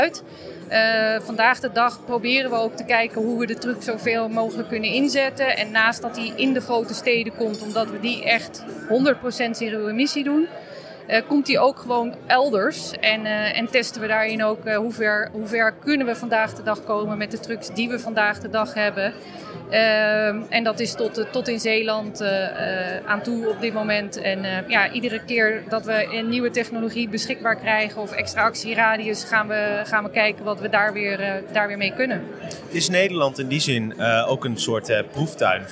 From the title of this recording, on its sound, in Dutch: Live vanaf de RAI Mobility Shift